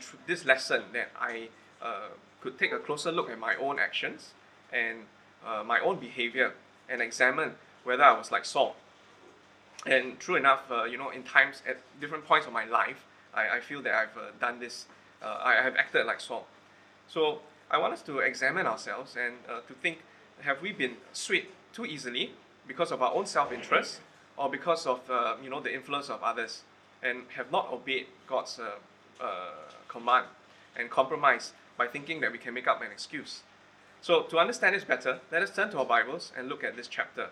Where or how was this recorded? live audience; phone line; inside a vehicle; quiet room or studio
live audience